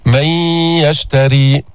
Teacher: مش تشديد كامل، تشديد ناقص، فتبقى الغنة، في مجال أن الغنة تبقى من يشتري. · Term: إدغام غير مستكمل التشديد